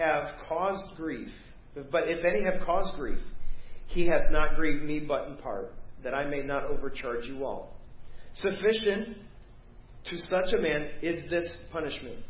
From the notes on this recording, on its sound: Preached at First Baptist Church of Hazel Park